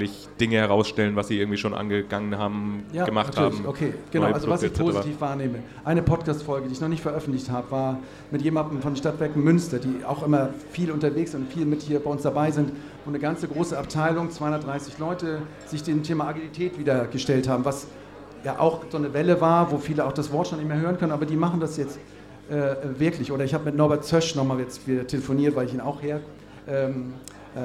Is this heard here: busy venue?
yes